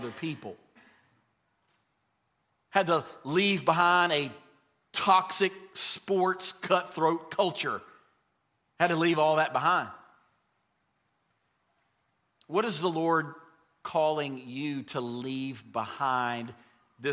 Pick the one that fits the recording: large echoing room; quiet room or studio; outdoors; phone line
large echoing room